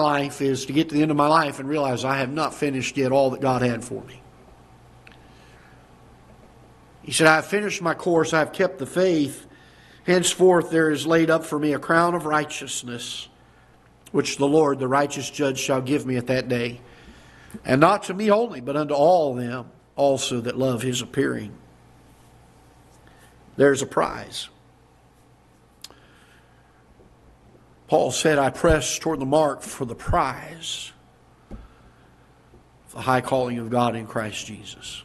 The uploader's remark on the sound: Ketha Heights Baptist Church ~ Live Broadcast